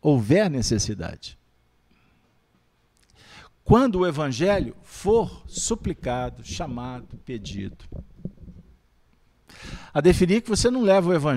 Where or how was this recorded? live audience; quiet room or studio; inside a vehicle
live audience